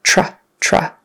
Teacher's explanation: So you're going to see the T with an R. In some regions in the U.S., it's going to sound like tr, ch plus R · Term: TR blends